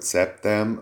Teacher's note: Tehát ha azt mondom, hogy szeptem, nem nagyon lehet hallani a p-nek a felpattanását